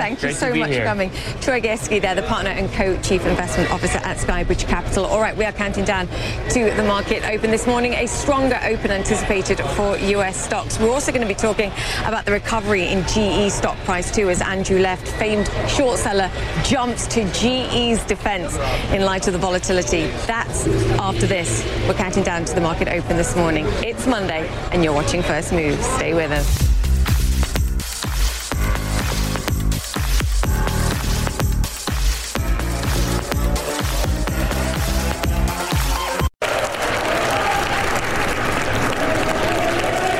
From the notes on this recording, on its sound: live from the New York Stock Exchange